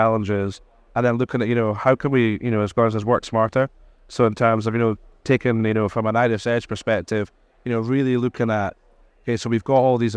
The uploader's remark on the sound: Recorded live at Offshore Europe 2023.